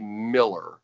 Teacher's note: There's a laziness when you're pronouncing L's that turns into like a W. Like if you say Miller, it's like Miller.